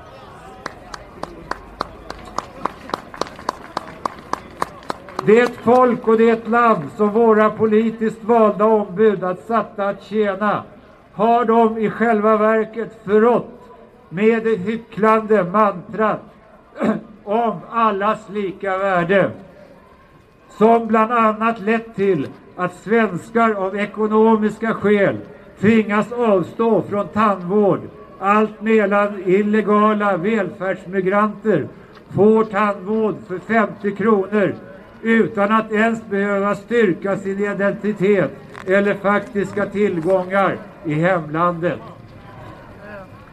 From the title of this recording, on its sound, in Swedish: talar på Mynttorget 10 mars 2019